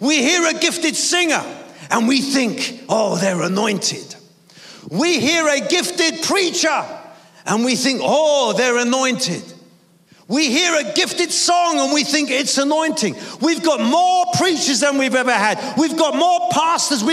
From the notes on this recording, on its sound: Preaching at a Church in Thailand.